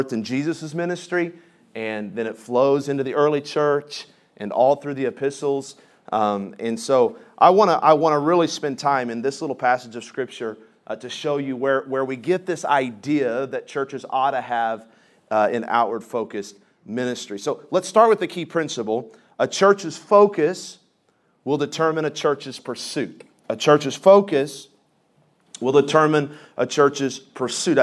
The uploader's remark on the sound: This session is from the Spiritual Leadership Conference in Lancaster California.